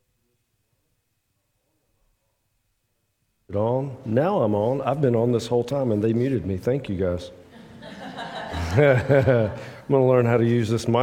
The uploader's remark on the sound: preaches from John 15:1-12 at the 8:30 contemporary service at Restore